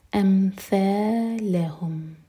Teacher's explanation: ہماری زبان اوپر والے دانتوں کو ٹچ کرے گی اور تھوڑی سی ٹپ باہر ہوگی